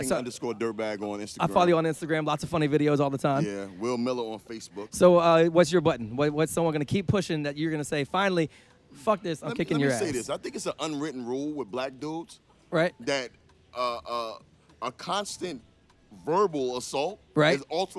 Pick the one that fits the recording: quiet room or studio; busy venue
busy venue